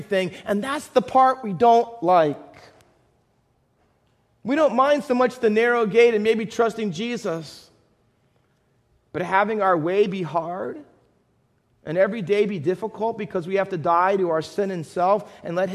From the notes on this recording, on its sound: Faith Baptist Church in Hamilton, NJ.